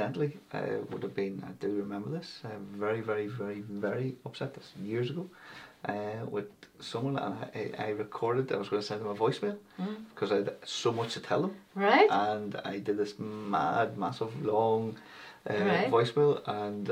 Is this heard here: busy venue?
no